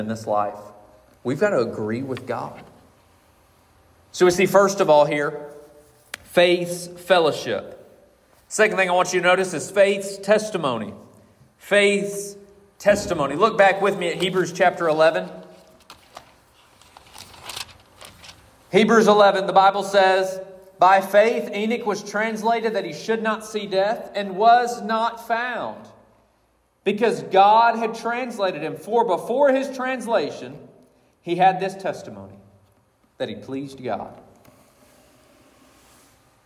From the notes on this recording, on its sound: This message was preached on February 4th, 2024 at Collins Hill Baptist Church.